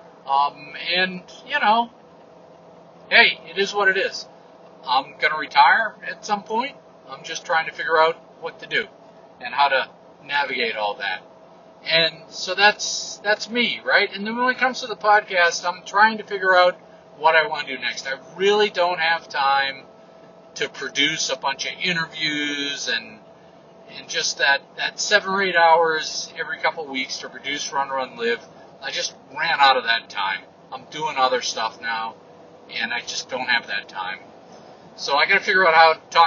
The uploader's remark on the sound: an unscripted update from the truck